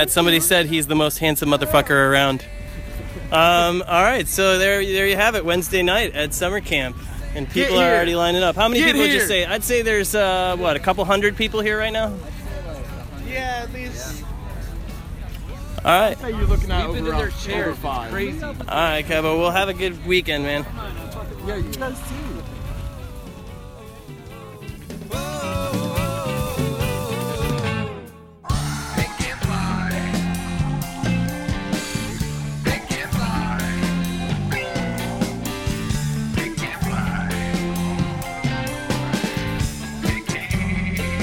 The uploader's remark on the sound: at the festival to interview